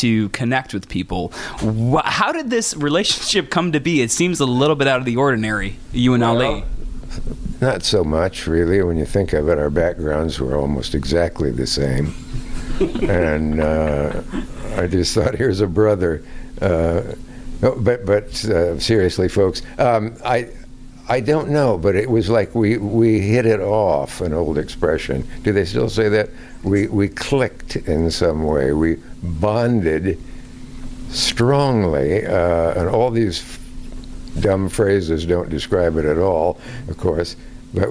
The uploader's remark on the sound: live from South By Southwest